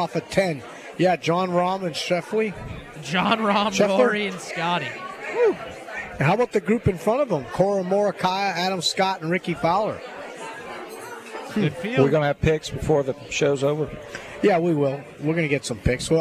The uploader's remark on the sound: LIVE From Felix's Fish Camp!